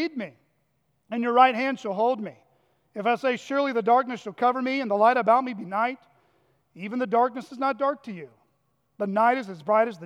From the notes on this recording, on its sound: at Chaffee Crossing Baptist Church in Barling, AR